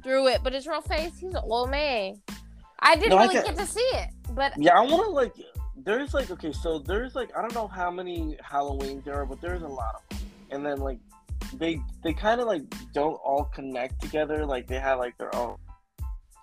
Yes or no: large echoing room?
no